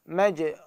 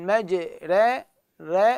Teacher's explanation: مجري هذه راء مفخمه مفتوح، وإذا أقول مجري ري معناته هاي راء مفتوحة مرققة، فإحنا نريد هاي الراء المرققة.